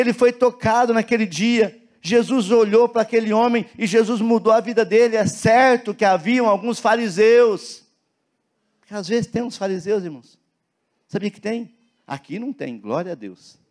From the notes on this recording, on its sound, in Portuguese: Na Igreja ABA Curitiba (Transmitido ao vivo).